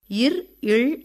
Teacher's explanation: இர் இள் ஆகிய இரு மெய்களும் மேல்வாயை நாக்கின் நுனி வருடுவதால் பிறக்கின்றன.